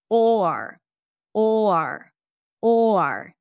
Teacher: It's the or diphthong. It sounds just like a pure O with an R.